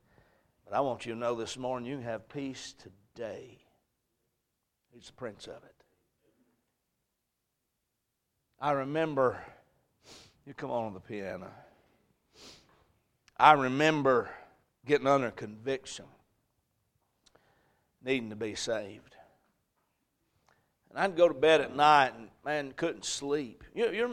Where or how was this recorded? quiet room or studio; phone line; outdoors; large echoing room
large echoing room